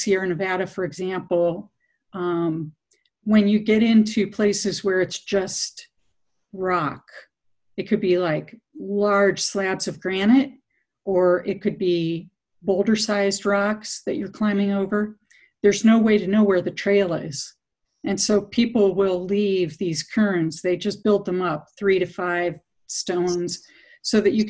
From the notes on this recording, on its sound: In these virtual Zoom Sangha times.